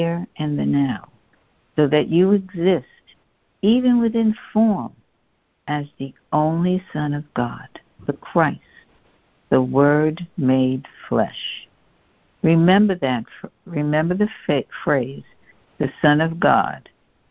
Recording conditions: phone line